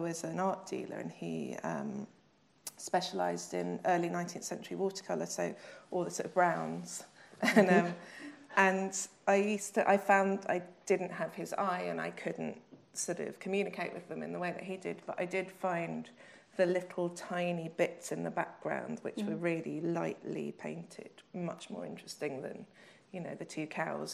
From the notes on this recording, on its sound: We return to the International Literature Showcase. This event was recorded at the Free Word Centre.